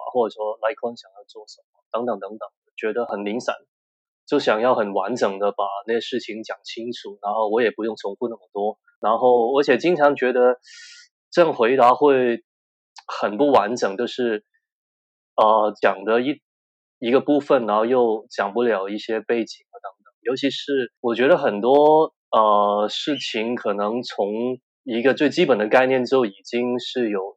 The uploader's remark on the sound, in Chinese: 這集 podcast 來賓因為人在香港，我們各自在家用麥克風遠端錄音。大概在第 27 分鐘左右，因為我離麥克風距離太近的關係，聲音會略為失真。雖然已經過調整，但還是聽得出來差異，請大家多多見諒。